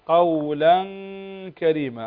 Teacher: إخفاء والغنة بمقدار حركتين نخفي النون وبعدها غنة بمقدار حركتين